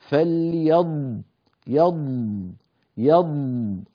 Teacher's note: ثم قال الله عز وجل فليضحكوا، دائما ننبه على الضاد الساكنة أنه صوتها هكذا، سمعتم الرخاوة والاستطالة، من الفم وليس من الأنف، لا ضغط على الخيشوم أبدا